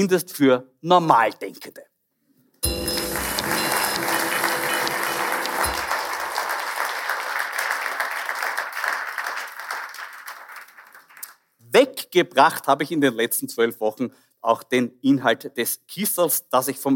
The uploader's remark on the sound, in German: Aufgezeichnet bei der Liveshow von der Bühne im Hof in St. Pölten.